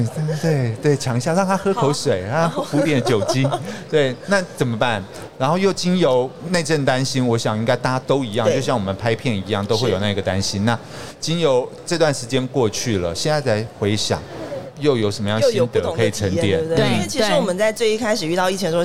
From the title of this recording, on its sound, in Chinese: 2022 Taipei Cycle台北國際自行車展-Live Podcast